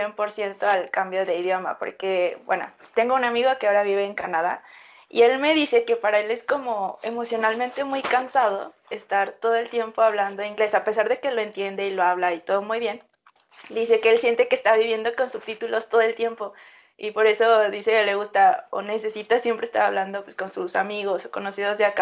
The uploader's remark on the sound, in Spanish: La cuarentena nos encarceló pero Skype nos hizo libres